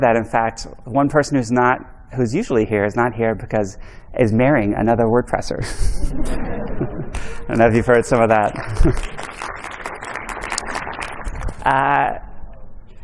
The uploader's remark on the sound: Today's episode is a recording from the official WCUS 2022 livestream found in this video . A Q&A session from the audience.